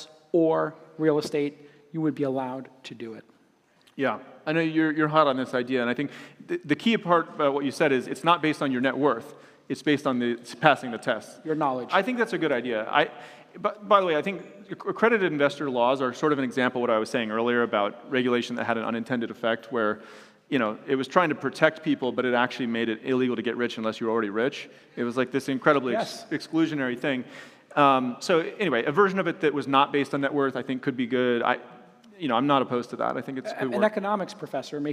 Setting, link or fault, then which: setting, live audience